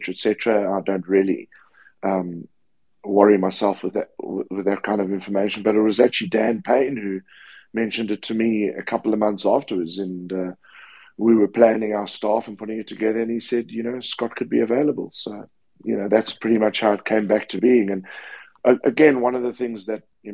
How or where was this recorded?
video call